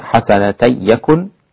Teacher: أسقط الغنة لخلف في الياء